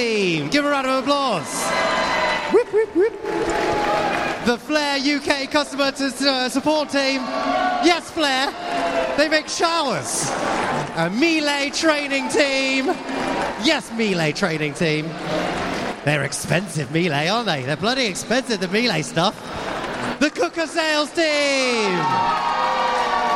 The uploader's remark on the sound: The kbbreview Retail & Design Awards 2023: The EVENT. Presents the show LIVE from the awards event in Cardiff and that means you can hear all the winners announced as it happened. Catches up with some of those winners moments after they come off stage.